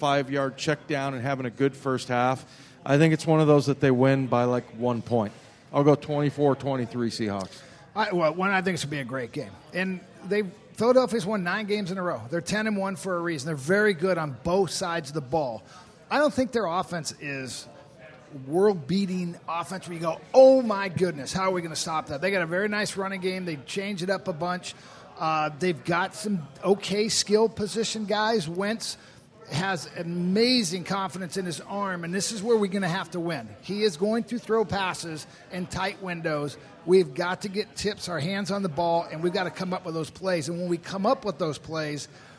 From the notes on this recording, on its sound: Seahawks Weekly live at Pearl Bar and Dining